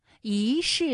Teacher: 一世的一它也是一声，不过呢，它在这里做变调处理，读二声了